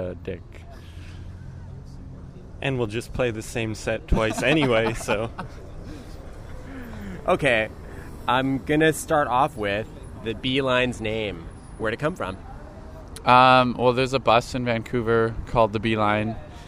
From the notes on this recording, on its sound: Outside the Media Club before a Monday night show. In the middle of our chat, he got into a fight with his roommate about all the records that were clogging up their living room.